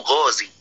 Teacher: الصواب تفخيمها، لما فيها من الجهر والاستعلاء، لما في الغين من الجهر والاستعلاء · Term: تفخيم الغين